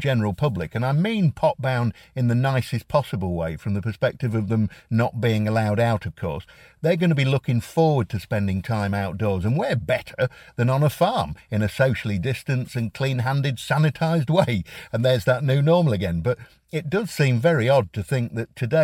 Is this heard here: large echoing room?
no